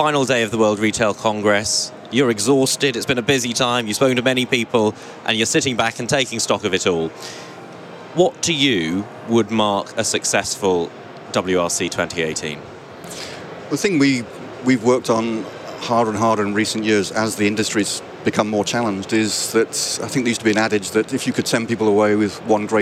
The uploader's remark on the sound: recorded at NRF Big Show 2018